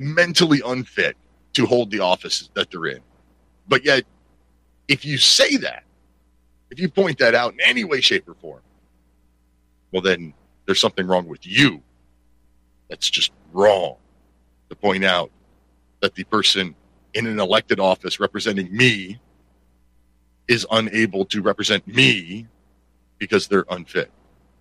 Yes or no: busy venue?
no